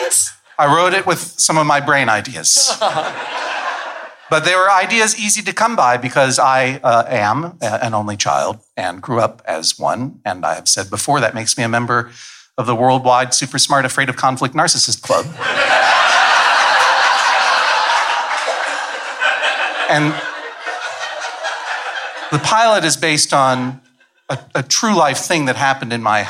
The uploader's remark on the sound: This episode was recorded live from San Francisco Sketchfest 2016. Live table read.